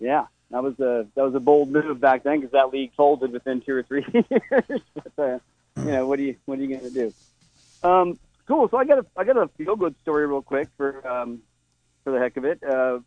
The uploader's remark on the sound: an hour of community call ins